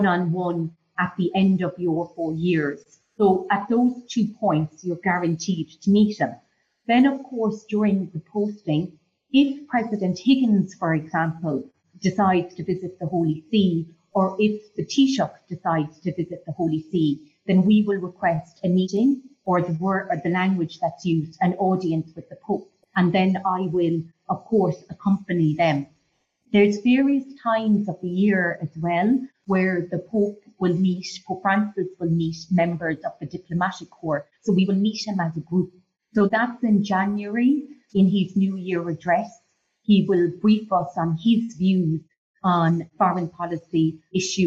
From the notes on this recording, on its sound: Live from the Vatican. The interview which was conducted via Zoom. Equipment supplied by Flux Learning Ltd.